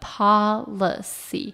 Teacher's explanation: 它的重音在 po 的地方发 pa 的音 pa li 发短音 a policy。